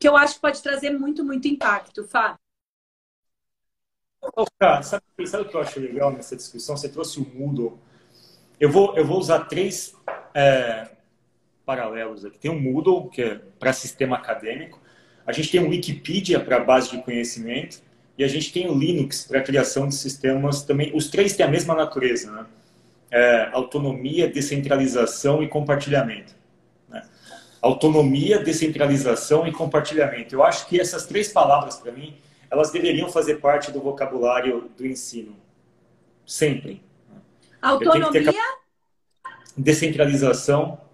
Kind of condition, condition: link, video call